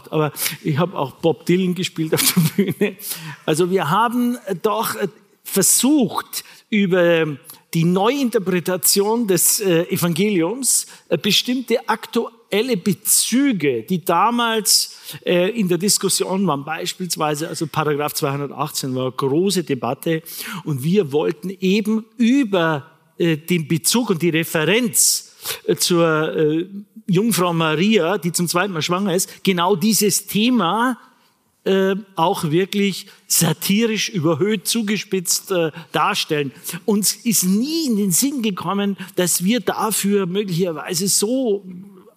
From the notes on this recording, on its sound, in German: Vor seinem Auftritt bei der Nacht der Autorinnen und Autoren, die die Süddeutsche Zeitung jedes Jahr für ihre Leserinnen und Leser veranstaltet. Im Münchner Volkstheater. Ein Live-Gespräch für den Podcast „München persönlich“. Gut 500 Zuhörerinnen und Zuhörer konnten so unmittelbar dabei sein, wie die Folge entstand.